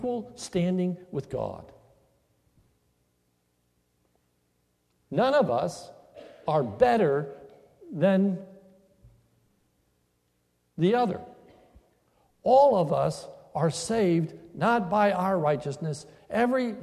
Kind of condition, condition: setting, large echoing room